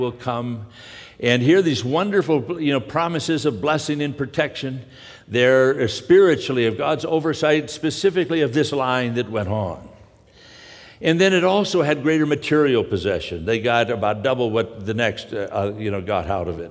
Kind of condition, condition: setting, live audience